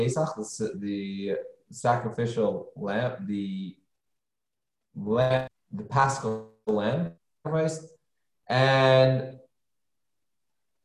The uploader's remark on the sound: Zoom Class.